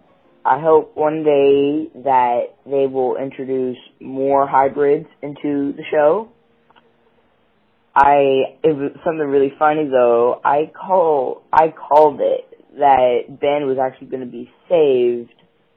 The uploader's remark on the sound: We reached out to our listeners and the Jurassic Park fan community to get your thoughts and concerns on Season Two of Jurassic World Camp Cretaceous . Every single person who called in to share you thoughts.